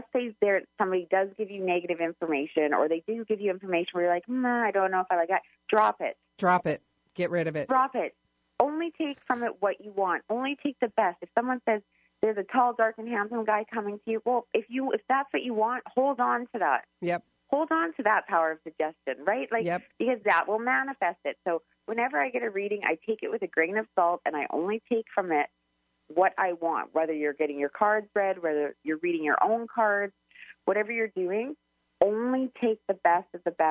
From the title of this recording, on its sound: Call-in Show